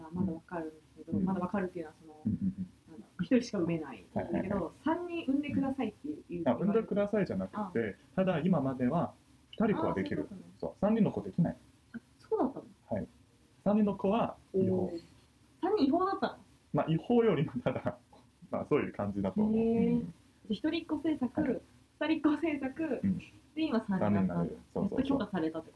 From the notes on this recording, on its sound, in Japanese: オーディオの音質が機材の制限により、あまり良くなくてすみません！